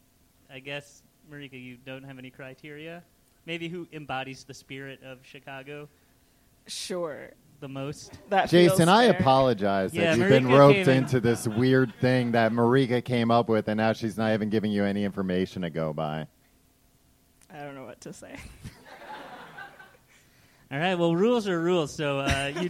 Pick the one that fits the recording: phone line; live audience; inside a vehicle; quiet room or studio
live audience